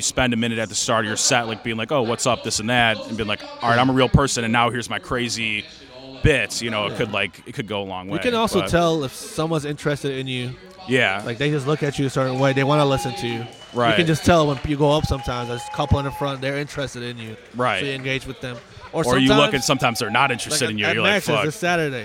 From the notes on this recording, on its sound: Recorded outside the comedy open mic at Fells Point Tavern.